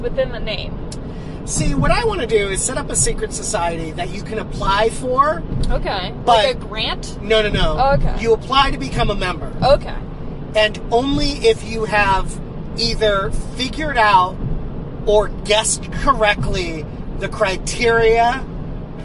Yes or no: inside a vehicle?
yes